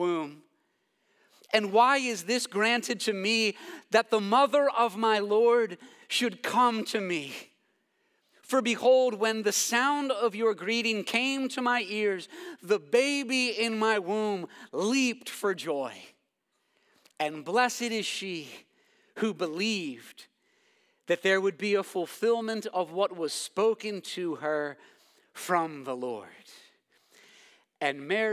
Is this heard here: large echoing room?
yes